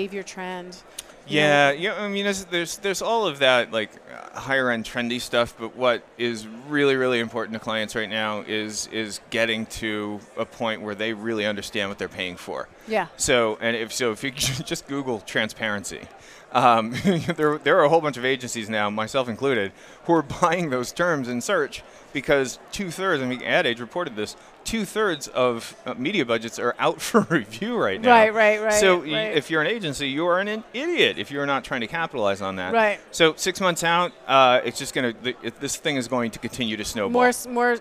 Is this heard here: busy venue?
yes